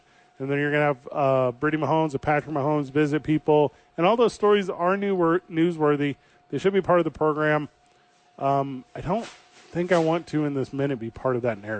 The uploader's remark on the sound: live at Safe House